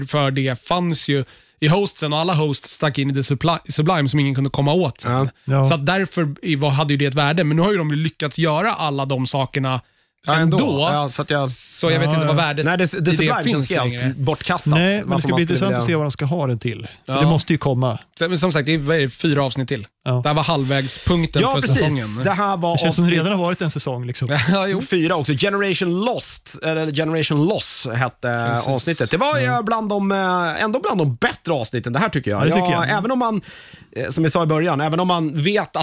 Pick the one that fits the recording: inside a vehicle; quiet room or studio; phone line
quiet room or studio